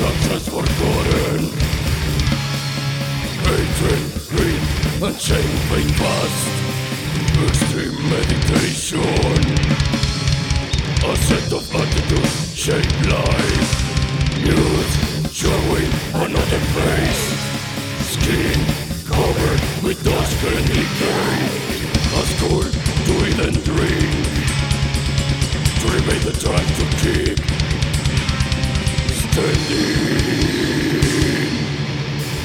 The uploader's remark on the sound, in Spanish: Transmisión desde el festival Off Limits